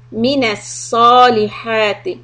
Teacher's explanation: Don't round the lips for صَال